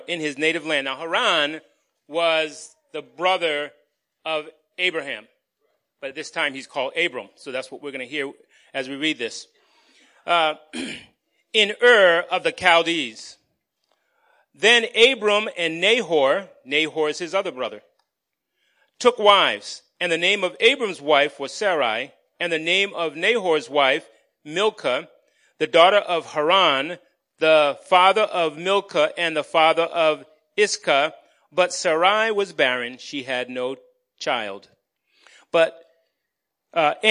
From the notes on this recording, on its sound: Recorded on 2017-03-19 at the 8:30am Service.